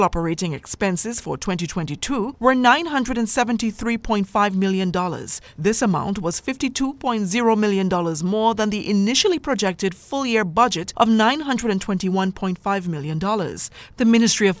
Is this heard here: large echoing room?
no